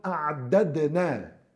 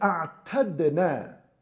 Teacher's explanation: one of the dal was substituted for a ta. And that is because a'dadna in the Arabic language, on the Arab's tongue, that's heavy.